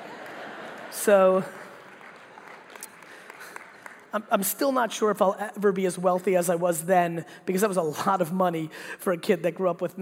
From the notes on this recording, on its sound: keynote that I gave at the Hearing Innovation Expo in Las Vegas